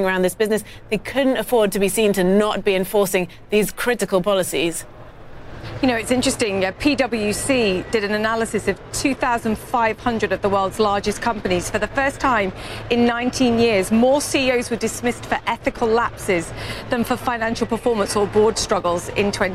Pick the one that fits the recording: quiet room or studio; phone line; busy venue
busy venue